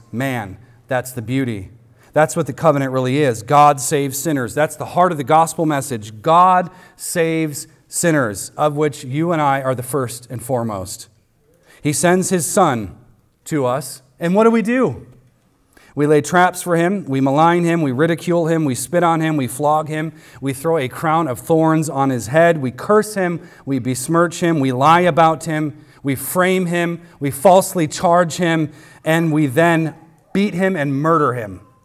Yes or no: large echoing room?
yes